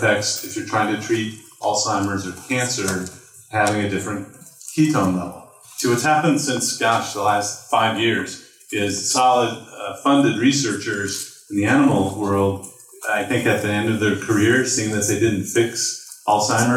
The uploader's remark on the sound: Medical Q&A Panel - 2018 Low-Carb Cruise Lecture. Today’s featured audio is from our panel of medical experts hosting a Q&A from the audience.